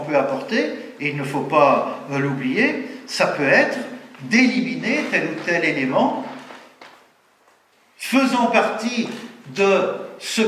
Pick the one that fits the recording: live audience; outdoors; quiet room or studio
live audience